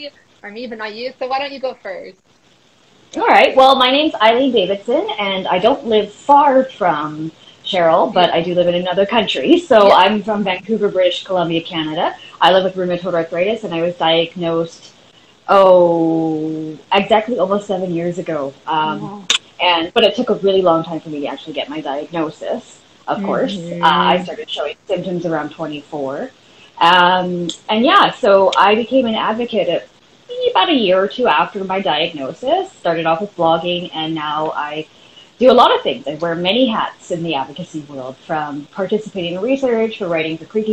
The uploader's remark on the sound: This conversation originally took place as an Instagram Live discussion in March 2022.